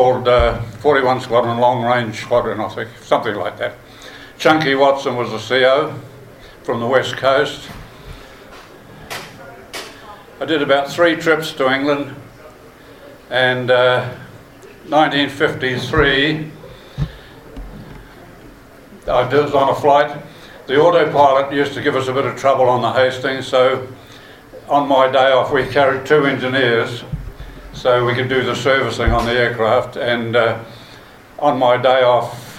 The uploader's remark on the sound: Recorded live during the Te Atatu RSA WONZ Forum Meet.